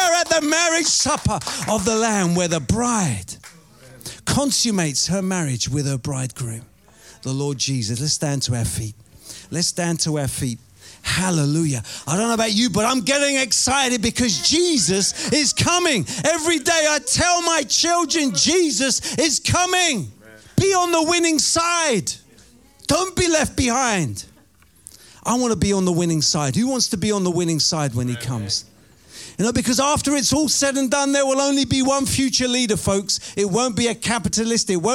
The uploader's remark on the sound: Preaching at Oasis Church, Watford, England.